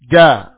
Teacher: Makhrajnya adalah tengah lidah dengan langit-langit. Tengah lidah dengan langit-langit. · Term: huruf, jim